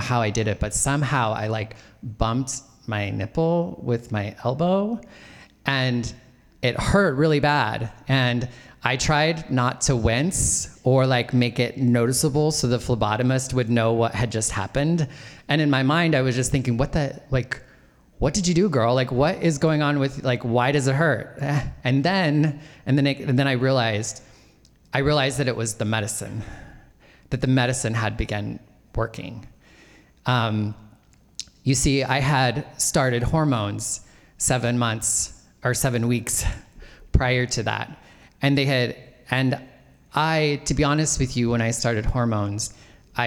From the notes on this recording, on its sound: told live on stage and without notes